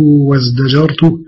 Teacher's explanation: لأن التاء حرف مهموس والزاي حرف مجهور، فأبدل من التاء حرف مجهور وهو الدال ليتناسبا